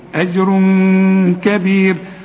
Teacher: التنوين اللي بعده كاف، الكاف من حروف الايه؟ الاخفاء، عاوزين غنة